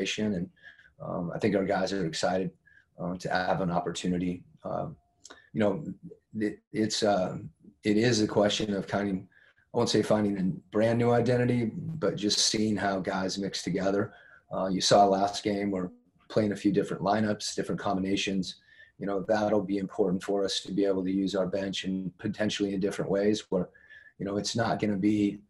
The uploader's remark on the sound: Talked to the media via Zoom conference before the Jazz took on the Miami Heat in their second exhibition game in Orlando, Florida.